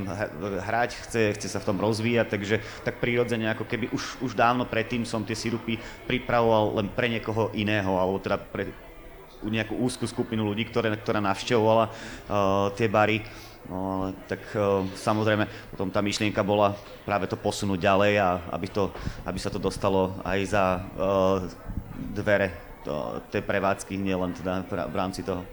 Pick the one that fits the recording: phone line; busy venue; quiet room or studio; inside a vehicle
busy venue